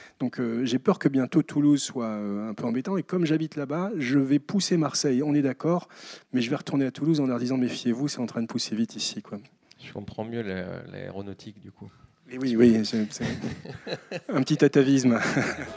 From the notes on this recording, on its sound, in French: Extra-Muros Live. Un épisode hors-série enregistré lors de l’inauguration du nouvel immeuble de Newton Offices Saint-Charles à Marseille. Ce n’est pas 1 mais 3 invités.